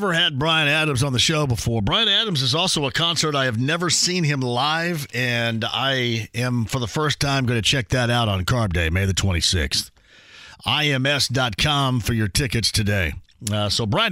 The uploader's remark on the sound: He opens the phone lines up and takes comments and questions